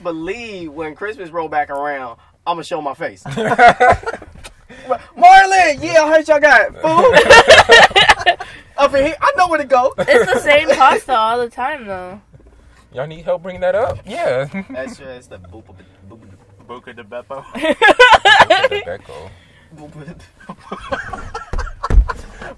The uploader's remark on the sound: joins the boys in the car